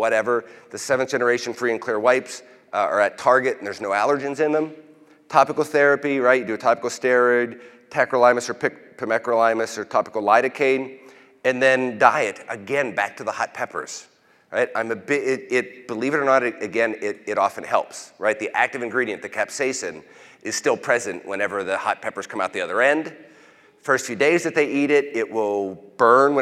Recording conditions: large echoing room